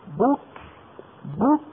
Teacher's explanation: الباء مضمومة ننضم، الكاف ساكنة نرجع